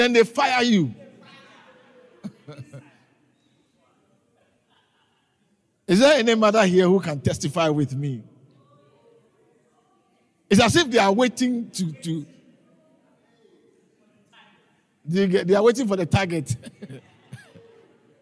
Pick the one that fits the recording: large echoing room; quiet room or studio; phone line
large echoing room